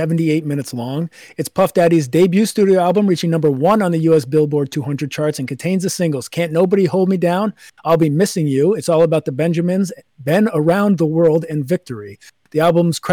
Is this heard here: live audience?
no